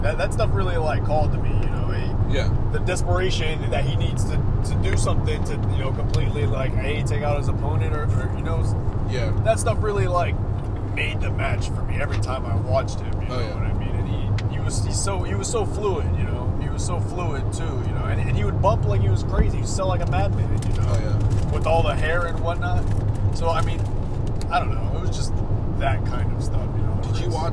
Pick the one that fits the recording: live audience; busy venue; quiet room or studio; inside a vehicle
inside a vehicle